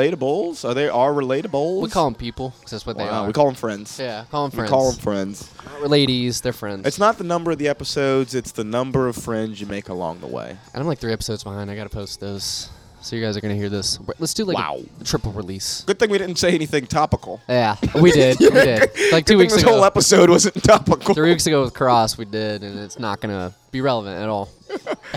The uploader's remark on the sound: Banter before the Shantytown Pub Open Mic